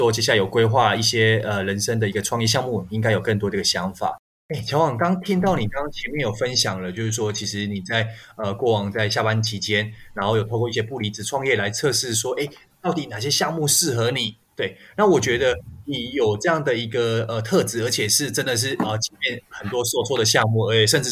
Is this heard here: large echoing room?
no